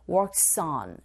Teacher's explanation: On의 모음의 소리로 시작이 됐으니까 연결시켜서 발음하게 되면 연음 현상이 일어나죠?